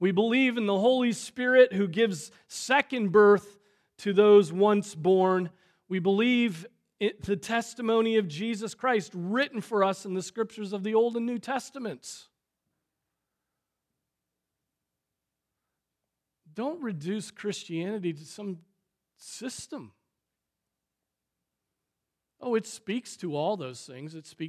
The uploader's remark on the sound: Preached on April 23, 2023 at Trinity Presbyterian Church ( Evangel Presbytery ) in Spartanburg, SC.